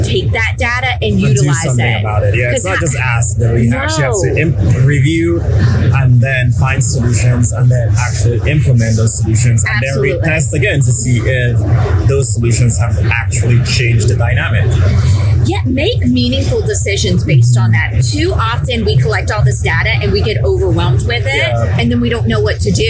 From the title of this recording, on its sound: LIVE AT NAA